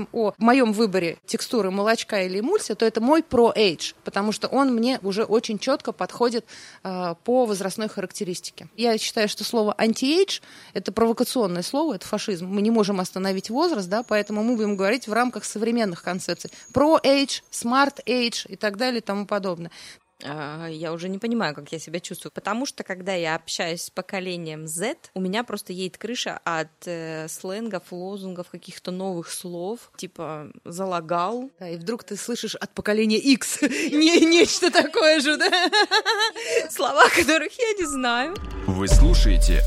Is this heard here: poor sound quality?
no